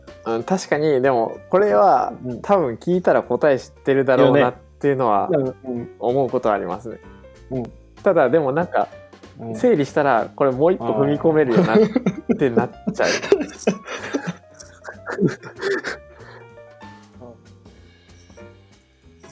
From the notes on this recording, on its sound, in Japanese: 録音方法をテスト的に変えてみたところ音ズレや拾い漏れ、ノイズが結構目立ちます…